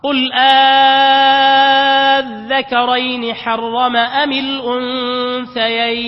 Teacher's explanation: أبدلت همزة الوصل ألف · Term: إبدال